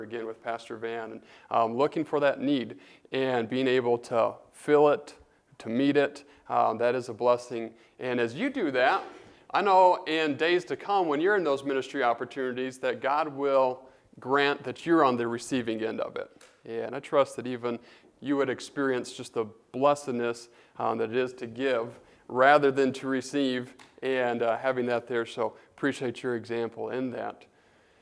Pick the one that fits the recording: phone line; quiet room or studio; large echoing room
large echoing room